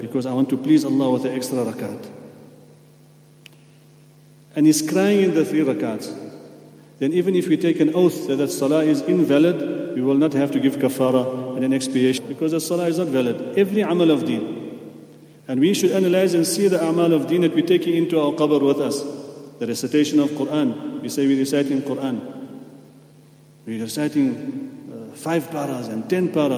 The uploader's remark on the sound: at the Houghton Masjid (West Street)